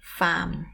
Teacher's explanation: So don't put the R, not farm, but farm, very flat.